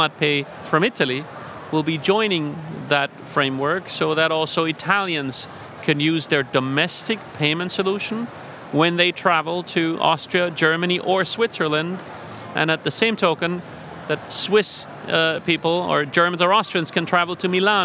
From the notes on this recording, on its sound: The first of two episodes recorded in partnership with Banking Circle Group at Money20/20 Europe, that took place in Amsterdam. We recorded a series of interviews on the Banking Circle booth with a number of the speakers from the conference.